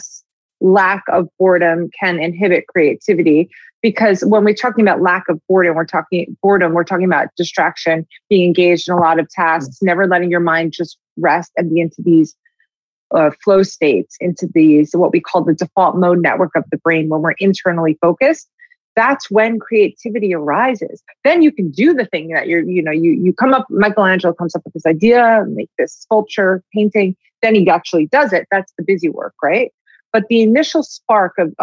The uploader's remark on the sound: At PocketLab’s Science Is Cool Virtual Unconference.